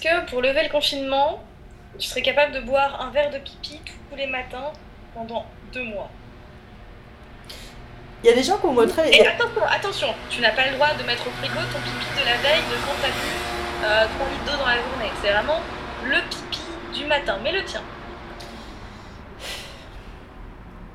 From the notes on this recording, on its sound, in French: Sorry pour les misophones.